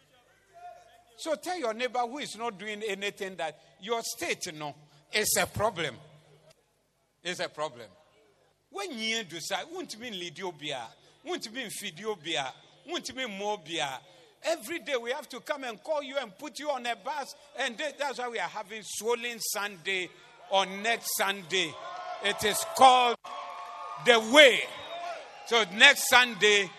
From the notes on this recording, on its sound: Preached at the Zeloo Service 28052023